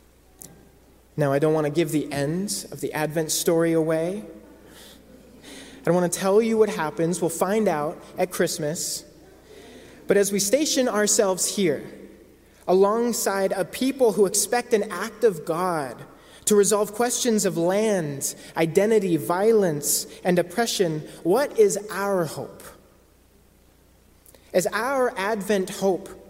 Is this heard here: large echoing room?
yes